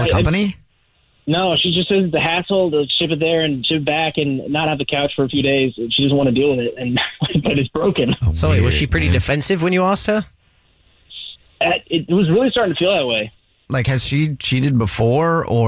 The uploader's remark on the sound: is on the phone today